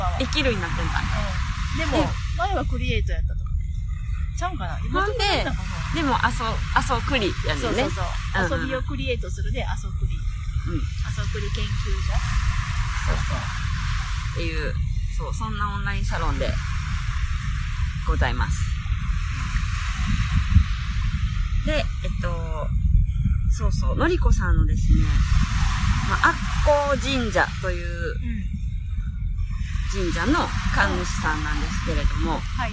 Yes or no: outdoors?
yes